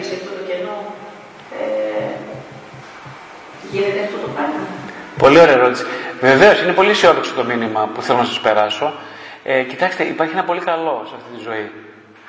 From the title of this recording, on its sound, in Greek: Ερωτήσεις και απαντήσεις μετά από ομιλία